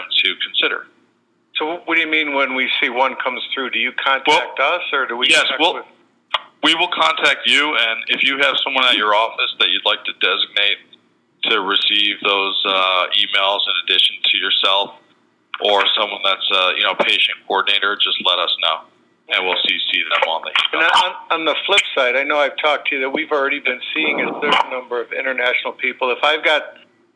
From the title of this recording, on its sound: Medical Innovation Summit Q&A Conference Call